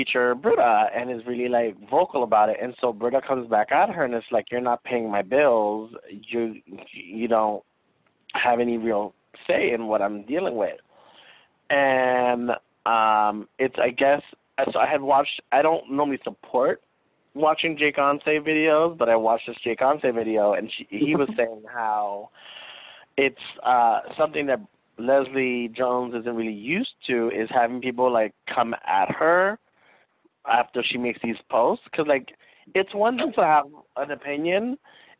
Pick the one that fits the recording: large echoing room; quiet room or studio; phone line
phone line